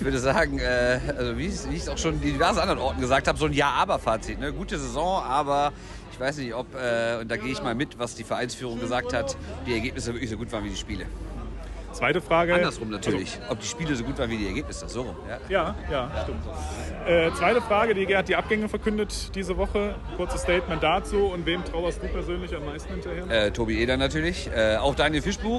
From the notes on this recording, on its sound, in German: war auf der Saisonabschlussfeier im Dome mit dem Aufnahmegerät unterwegs und hat ein paar Stimmen eingefangen.